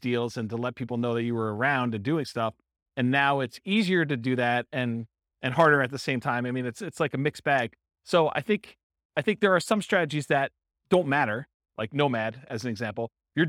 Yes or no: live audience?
yes